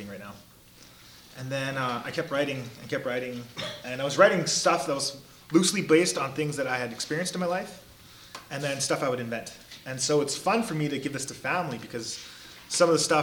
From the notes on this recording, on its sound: We recorded at a local Calgary Indigenous led book club called Chapters & Chat hosted by an organization called 12 Community Safety Initiative.